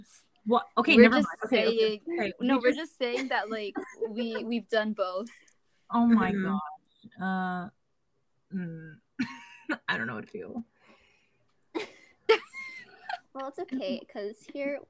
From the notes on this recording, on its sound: This was our first time recording a podcast and we had some technical difficulties. This episode was recorded in January 2022.